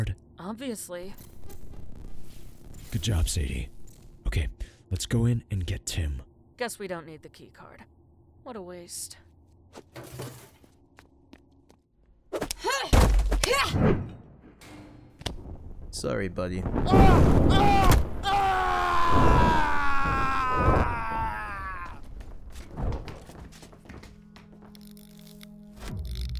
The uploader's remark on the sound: In the van.